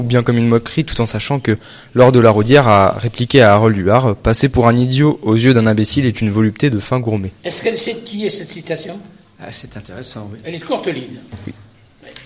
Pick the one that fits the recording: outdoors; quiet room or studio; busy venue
busy venue